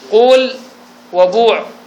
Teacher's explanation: ضم من أوله بدون إشمام يعني بدون إشمام فيجب قلب الألف واوا · Term: إخلاص